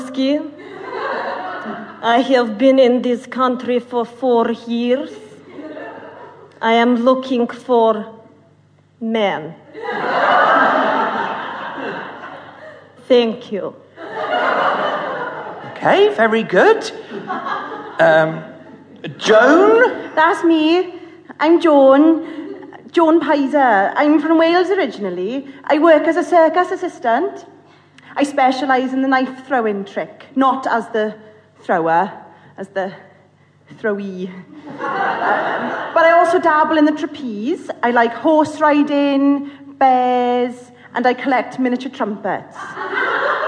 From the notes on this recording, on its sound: Narrator: full cast. Format: Original Recording. Publisher: Blackstone Audio, Inc. Recorded in front of an audience at the New Diorama Theatre.